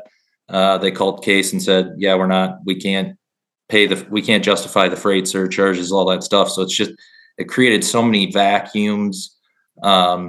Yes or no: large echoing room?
no